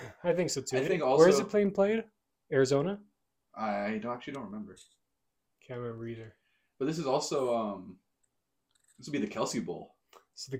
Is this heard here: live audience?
no